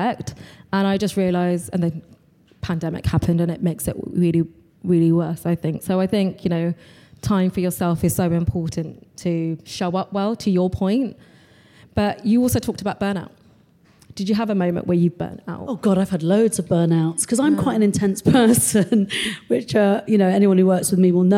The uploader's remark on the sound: This is a special edition episode recorded live at Soho House.